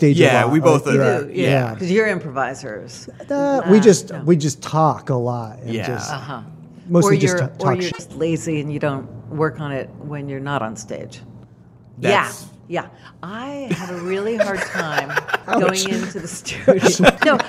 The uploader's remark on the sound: In this episode we record on location at Hales Ales.